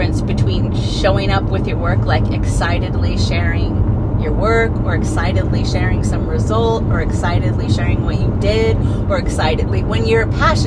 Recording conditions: inside a vehicle